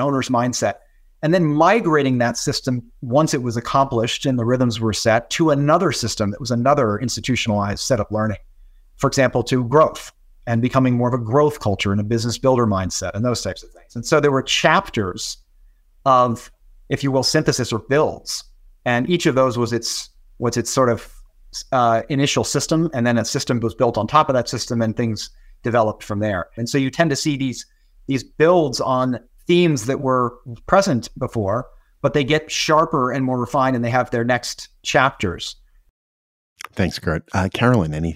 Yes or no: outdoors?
no